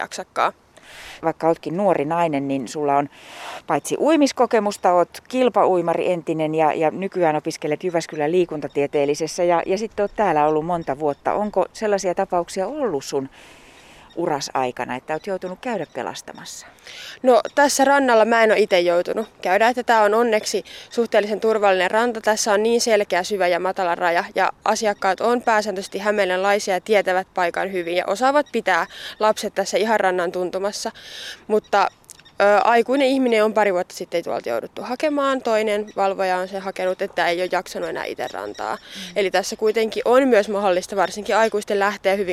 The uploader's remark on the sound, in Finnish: Hämeenlinnassa Ahveniston uimarannalla